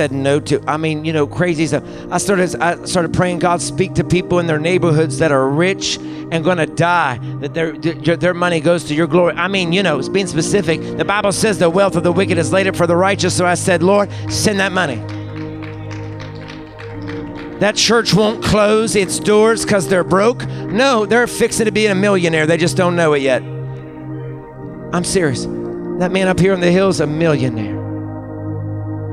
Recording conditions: large echoing room